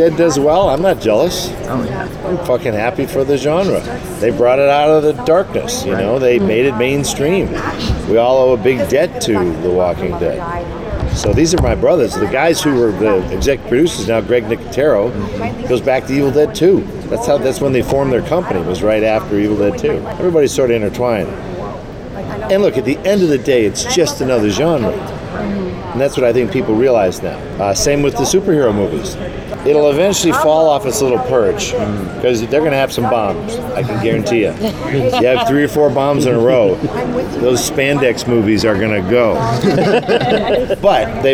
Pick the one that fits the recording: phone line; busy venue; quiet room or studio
busy venue